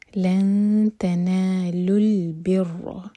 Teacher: لن تنالوا، امتی نون کے بعد تا تو تا کے لیے اخفا، نون کی آواز کو چھپائیں گے اور تا کے لیے زبان تیار کریں گے